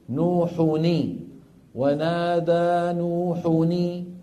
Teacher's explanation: بنحرك الساكن الأول وهو التنوين